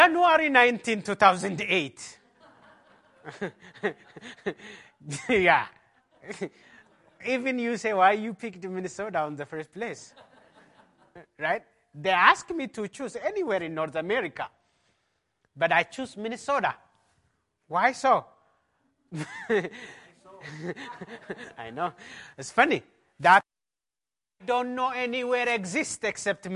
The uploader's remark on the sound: A breakout talk from the Mockingbird Conference in Minneapolis MN.